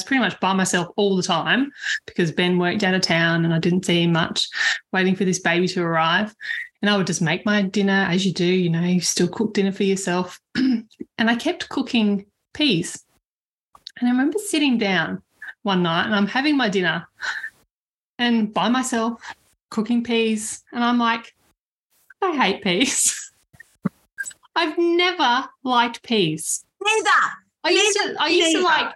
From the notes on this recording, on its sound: Un-cut, unedited audio from our LIVE stream will be available on all of the Podcasting Apps each Wednesday.